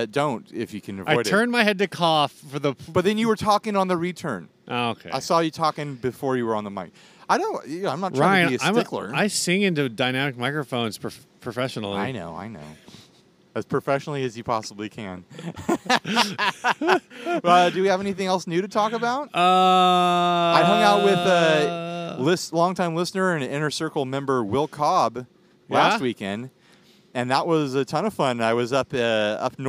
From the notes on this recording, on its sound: We did our best recording all day outdoors